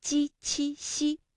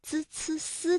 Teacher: 区别一下鸡栖西和滋呲丝的发音。其实有一个最明显的发音就是部位不同，因为我们在读鸡栖西的时候呢，感觉到是舌的中间在使劲，也就是我们通常所说的舌面，而滋呲丝呢会感觉到是舌尖在用劲儿